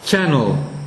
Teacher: Channel, a, is not a long syllable, but it gets the stress.